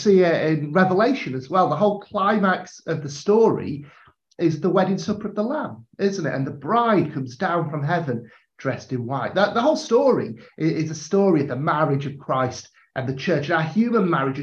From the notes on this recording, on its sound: a live episode from a recent online training session